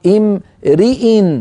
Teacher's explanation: وفي الجر نقول امرئ فنكسر الراء. فكلمة تتغير حركة الحرف قبل الأخير فيها بتغير حركة الحرف الأخير، لا أعلم لها ثانيا في لغة العرب هذه الكلمة، لذلك خصصتها لكم في لوحة حتى ننتبه لها.